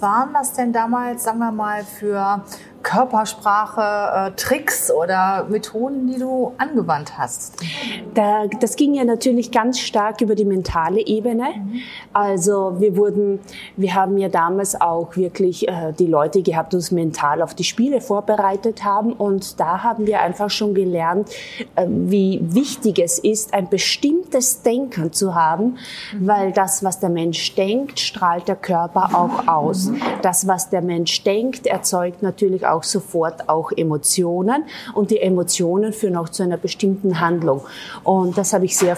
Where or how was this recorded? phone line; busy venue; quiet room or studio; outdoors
busy venue